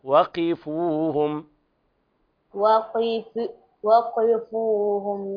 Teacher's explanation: اكسر القاف ثم ضم الفاء